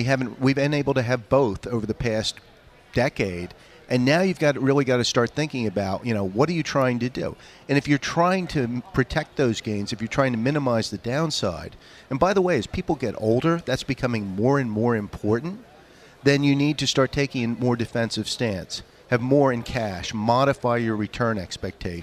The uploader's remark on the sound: Broadcasting live from Commonwealth Financial Network’s National Conference 2018 in Austin, Texas.